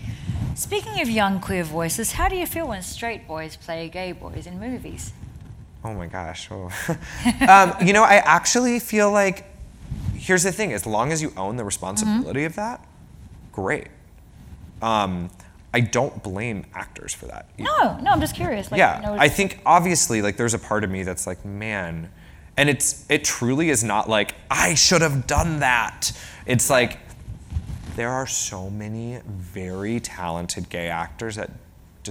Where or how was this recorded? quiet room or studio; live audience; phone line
live audience